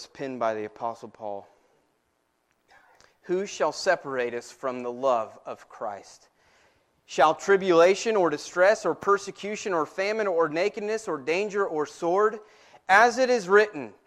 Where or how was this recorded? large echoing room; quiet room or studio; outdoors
large echoing room